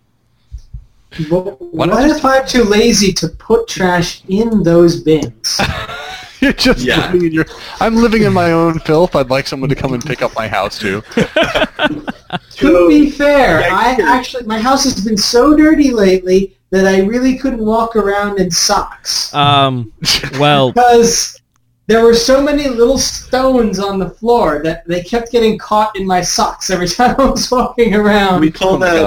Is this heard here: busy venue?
no